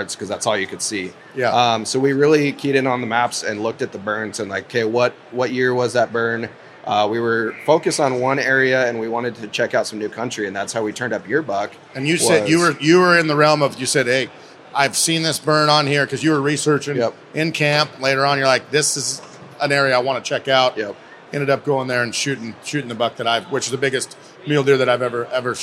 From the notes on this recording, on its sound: Live from the Pacific Northwest Sportsmen's show.